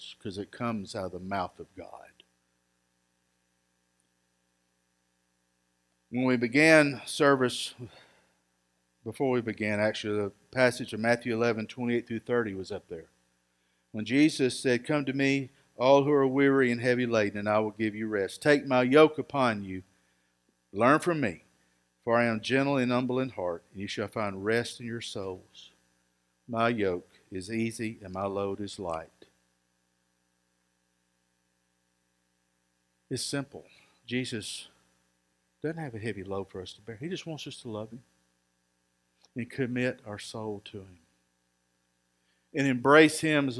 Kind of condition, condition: setting, large echoing room